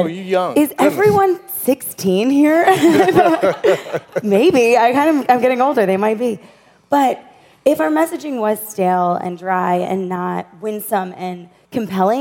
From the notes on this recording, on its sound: at the Evangelicals for Life 2018 Conference in Washington D.